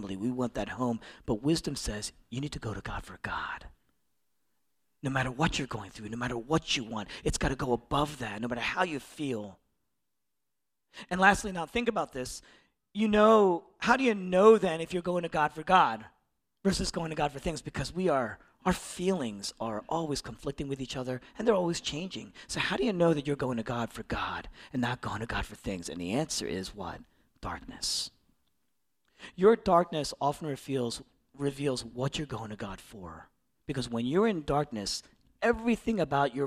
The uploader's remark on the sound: originally preached in East Falls, Philadelphia